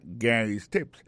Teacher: Lorsque vous avez prononcé le nom Gary, alors accent tombe sous premier syllabe.